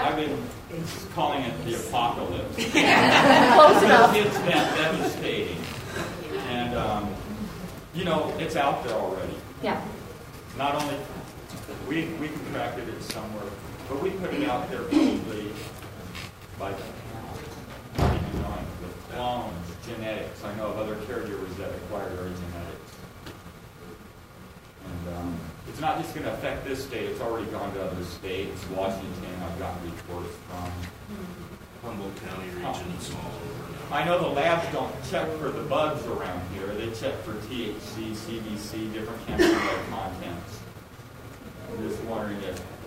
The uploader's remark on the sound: The audio from the Helena Montana Medical Growers Assocation Cannabis Symposium that I went.